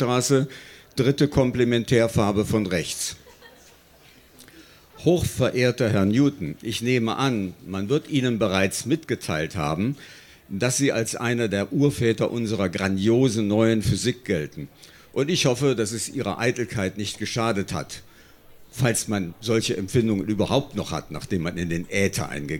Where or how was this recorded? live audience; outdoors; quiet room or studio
live audience